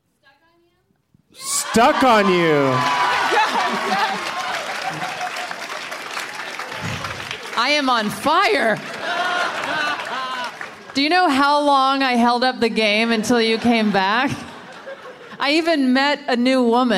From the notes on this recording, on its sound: From the Bentzen Ball in Washington DC